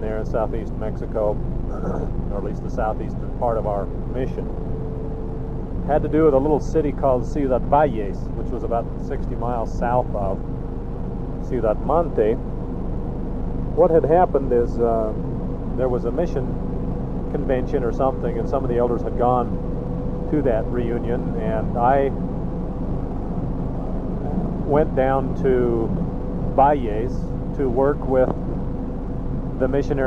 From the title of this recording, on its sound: Driving Home from work